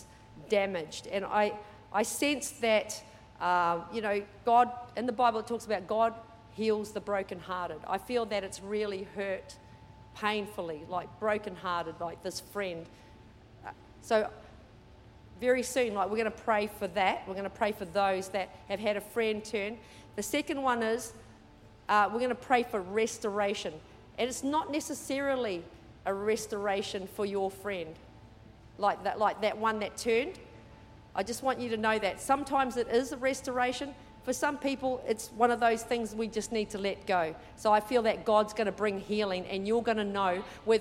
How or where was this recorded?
large echoing room